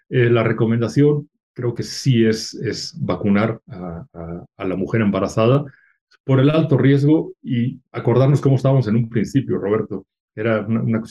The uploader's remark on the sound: via Zoom